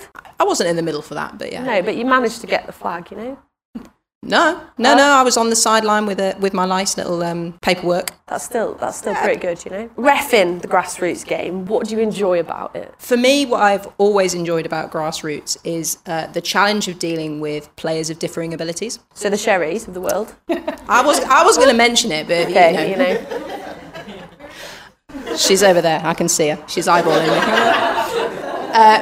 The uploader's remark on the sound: This is a LIVE panel discussion recorded at Avonmouth Claire’s RUFC in Bristol at the GrassRoots Festival.